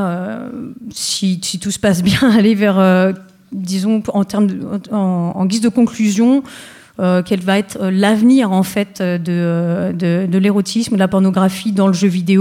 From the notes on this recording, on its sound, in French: cycle de conférence organisé à Rennes du 22 au 24 Mai à l’Amphithéâtre de la Maison des Associations lors du Stunfest 2015